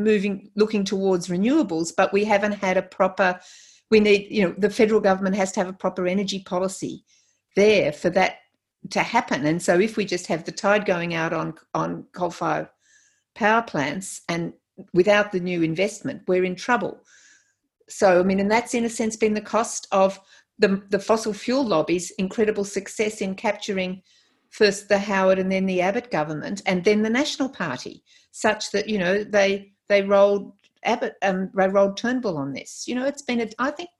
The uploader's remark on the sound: Live Recording. This conversation was recorded online during the Covid-19 crisis.